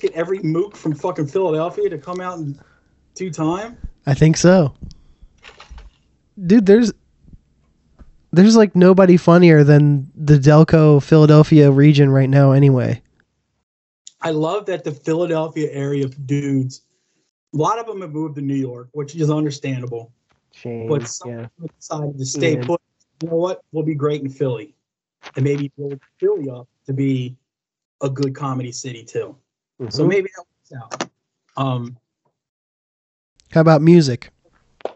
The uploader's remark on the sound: LOCKDOWN ISOLATION EPISODE. Skype episode this week.